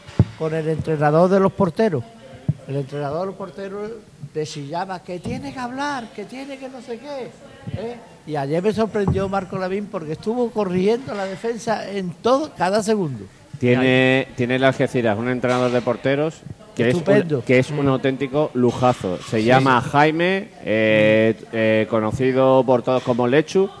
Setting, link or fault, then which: setting, busy venue